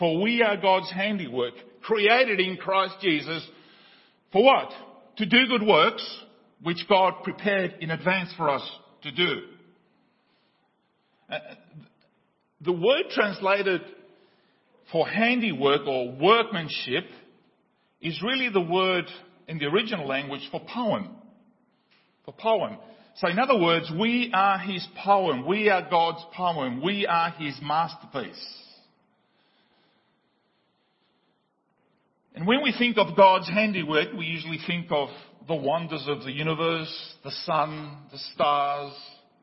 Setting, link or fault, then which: setting, large echoing room